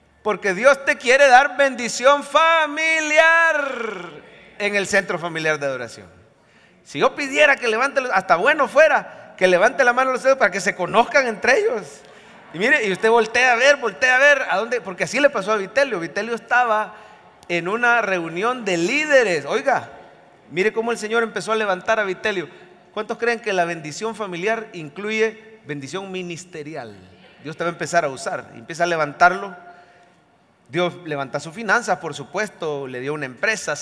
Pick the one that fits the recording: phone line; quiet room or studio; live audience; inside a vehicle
live audience